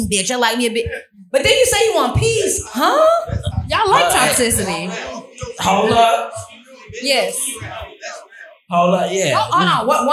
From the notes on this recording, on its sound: For our first live Event. Live at the Vault Downtown for Fashion Week. Audience Interaction.